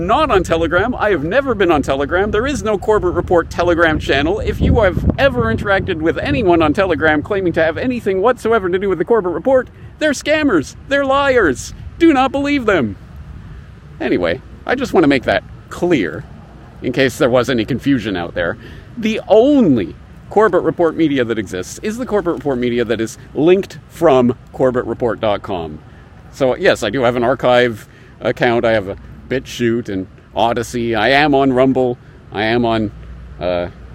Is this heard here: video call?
no